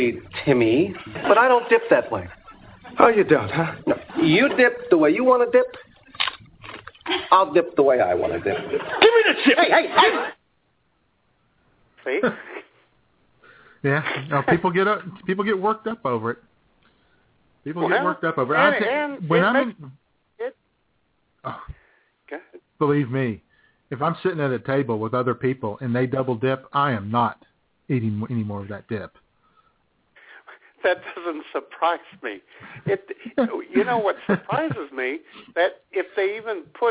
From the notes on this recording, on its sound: All the while taking your phone calls.